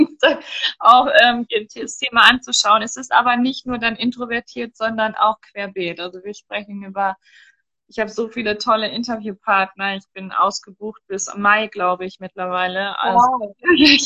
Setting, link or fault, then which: link, video call